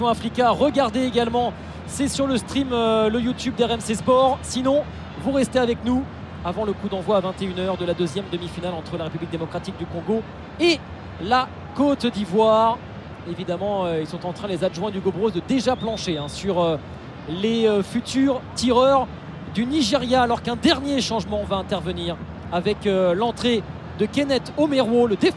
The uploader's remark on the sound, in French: Point ambiance en direct d'Abidjan